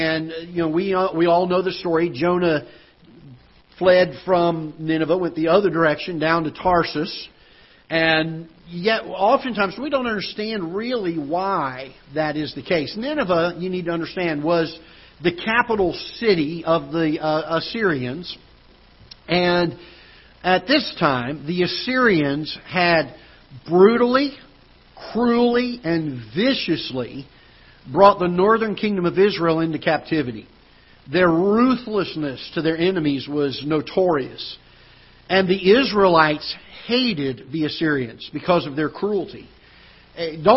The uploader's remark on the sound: Ketha Heights Baptist Church ~ Live Broadcast